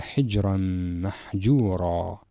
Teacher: هنا التنوين في حجرا أدغم في الميم، هذا الإدغام ناقص، ففي حالة الإدغام توجد الصفة التي هي الغنة.